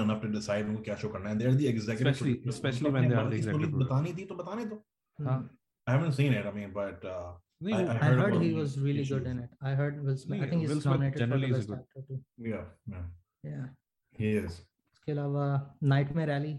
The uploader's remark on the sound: The original trio gets back together on ZOOM to talk about all things and everything!